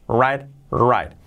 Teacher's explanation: La W como si no sonara, como si no existiera, la R que hemos dicho antes, y esa I es una I, I, I, right, right, right.